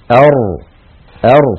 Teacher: الراء كما نعلم يا إخوتي حرف يخرج من طرف اللسان مع ما يحازيه من سقف الحلق من غار الحنك الأعلى، ويتقعر اللسان عند النطق به هكذا أر، فيتقعر اللسان عند النطق بالراء. · Term: حرف الراء